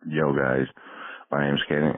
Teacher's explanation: Deep ass voice and like that vocal fry.